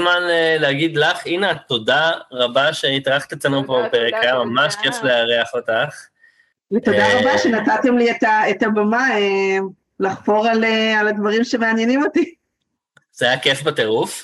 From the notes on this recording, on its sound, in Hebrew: הקלטת הפרק התרחשה בזום ולכן האיכות לא בשיאה.